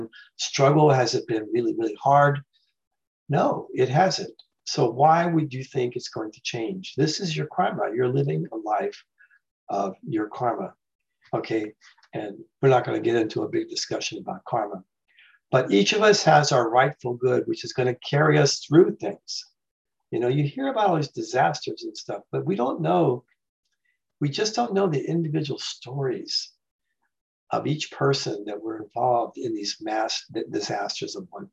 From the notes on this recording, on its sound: The shows are now all hosted on Zoom.